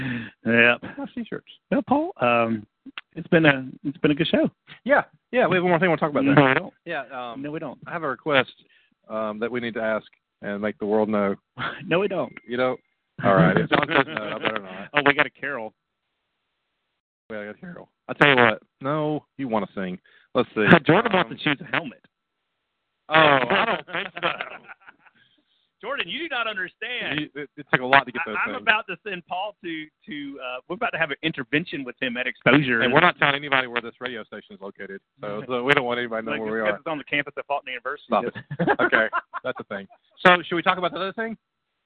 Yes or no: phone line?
yes